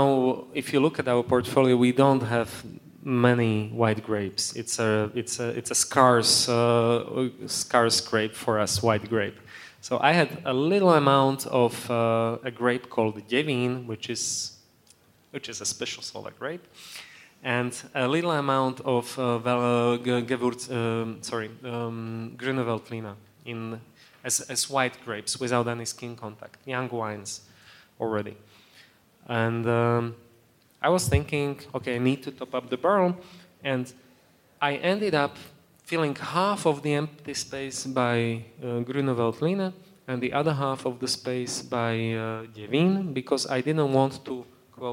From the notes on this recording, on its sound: On this episode of HRN On Tour, we travel to the Raw Wine 2022 festival in Maspeth, Queens.